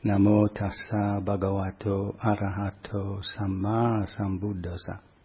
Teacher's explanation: The Pali is pronounced just like Italian, open vowels.